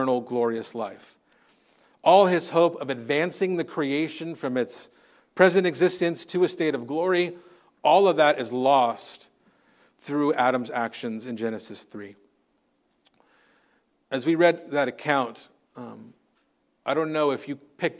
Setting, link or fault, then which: setting, large echoing room